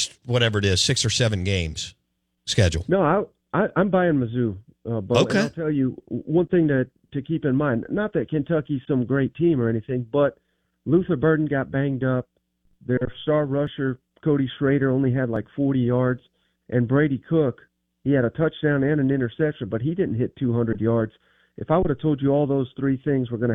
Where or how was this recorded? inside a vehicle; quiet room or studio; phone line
phone line